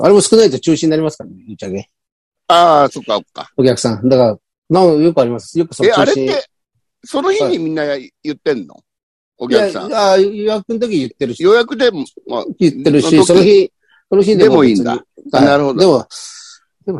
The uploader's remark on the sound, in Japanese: ZOOMで収録